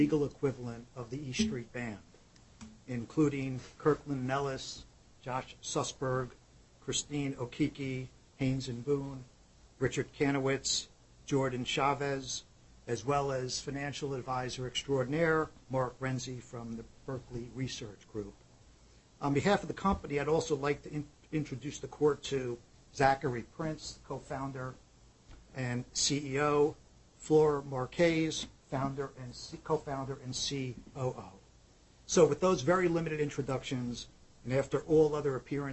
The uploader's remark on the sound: BlockFi Inc. U.S. bankruptcy court hearing recording audio.